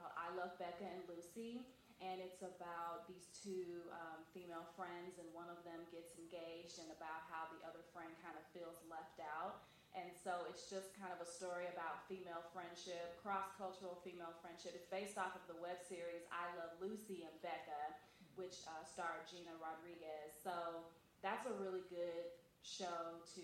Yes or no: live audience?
yes